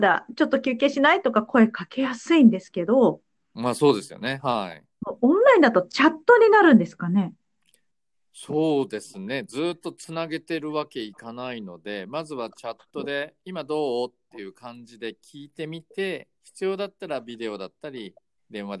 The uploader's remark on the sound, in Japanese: 今回は初のリモートでの収録です。